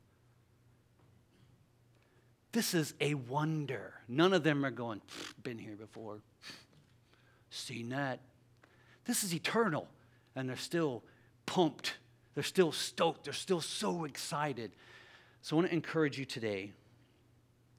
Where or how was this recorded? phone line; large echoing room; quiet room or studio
large echoing room